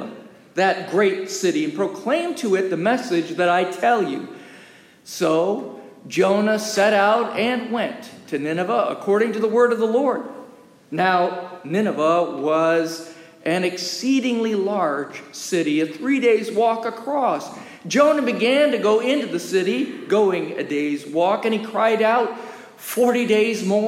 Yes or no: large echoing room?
yes